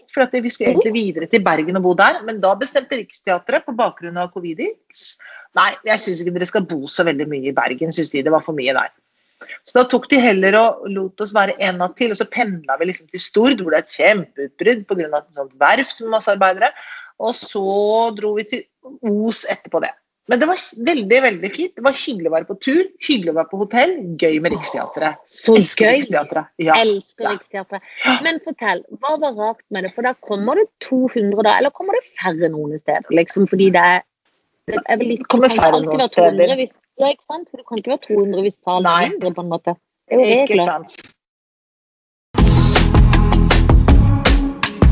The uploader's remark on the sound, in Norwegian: Tilbake på Skype